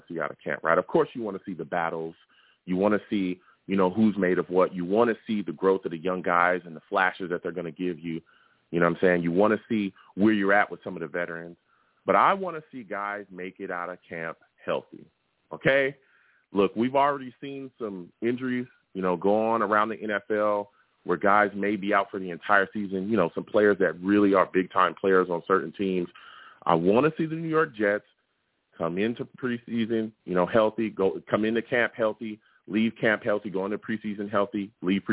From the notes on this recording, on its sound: I also take live callers!